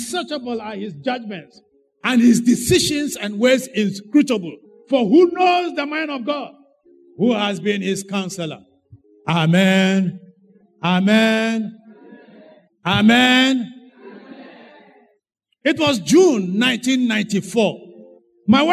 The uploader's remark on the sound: Sermon preached at CBC Adabraka Campus.